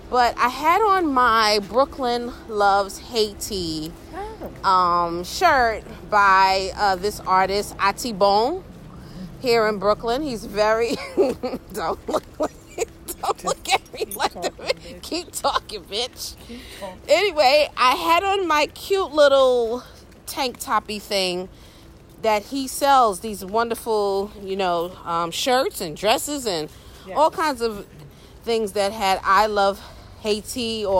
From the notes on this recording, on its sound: Walking along the streets of gentrified Bed-Stuy after a disappointing meal at a local spot…